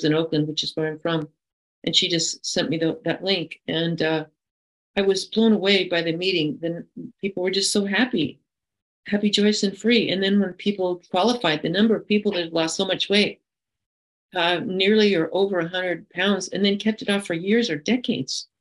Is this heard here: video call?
yes